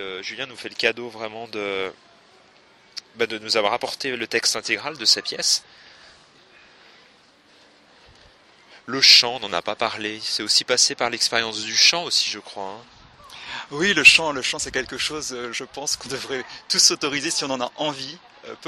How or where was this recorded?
outdoors